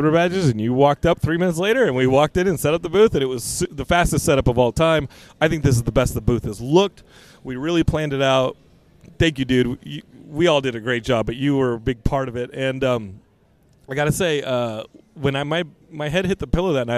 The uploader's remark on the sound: Geekscape at San Diego Comic Con 2023 Day 1!